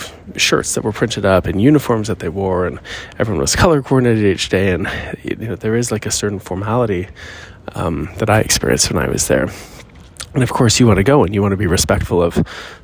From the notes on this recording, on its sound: Courtside Wisdom Live from the Airport! This episode, live from the airport, unfolds the unique dynamics of Pickleball coaching in China.